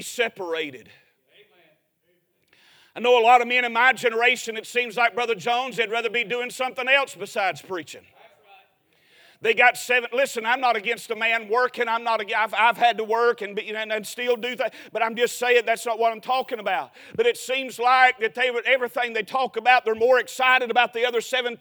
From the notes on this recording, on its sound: A sermon preached Sunday Morning during our Spring Jubilee, on March 26, 2023.